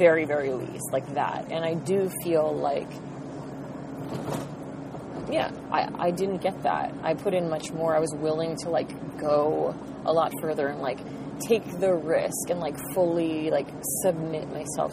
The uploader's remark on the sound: talking in the car